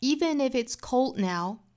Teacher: cold 后面的 d 的发音把它省略掉